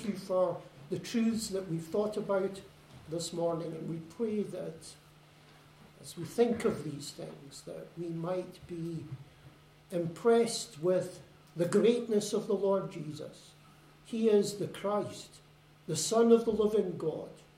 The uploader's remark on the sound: Service recorded at Fernilea Gospel Hall 9 January 2022. A service recorded at Fernilea Gospel Hall.